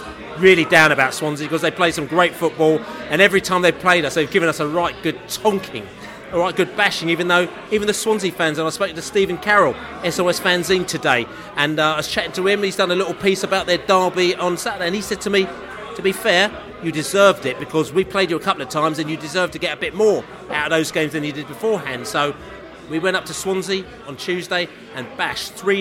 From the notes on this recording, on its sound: QPR v Brentford pre-match podcast from the pub.